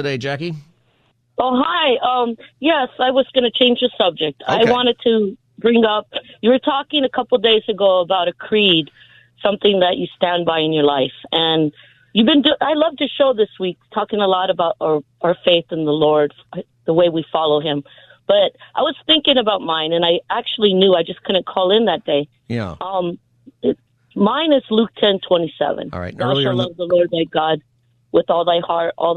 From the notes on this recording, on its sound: It is also open phone Friday and we're taking your call on any subject!